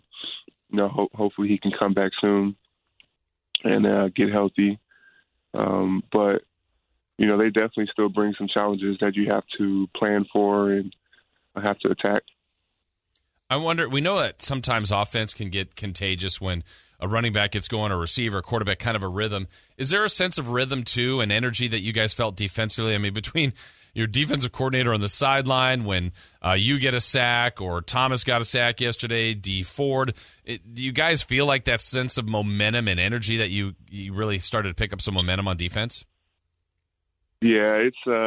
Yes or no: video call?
no